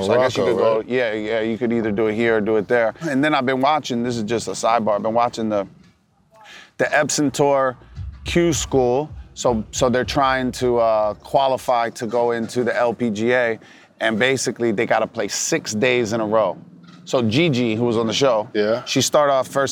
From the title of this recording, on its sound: LIVE FROM MALBON MUTINY at MIAMI SHORES